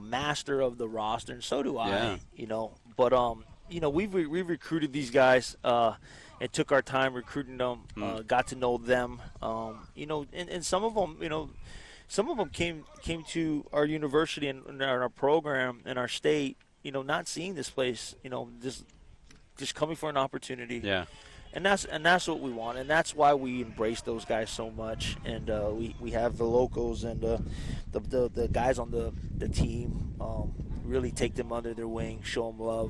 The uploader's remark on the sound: ESPN Honolulu. Live on location at the UH Football Fall practice.